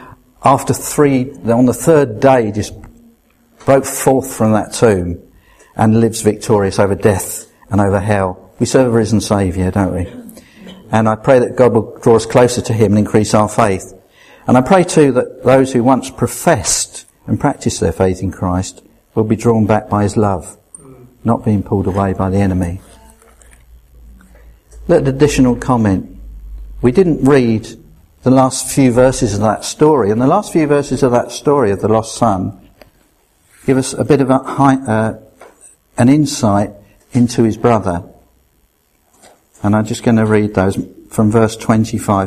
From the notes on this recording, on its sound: at Rayleigh Elim Pentecostal Church